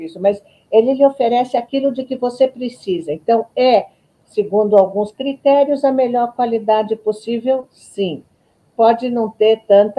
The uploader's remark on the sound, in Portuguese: Este é o áudio da Live que fiz dia 04/07/22.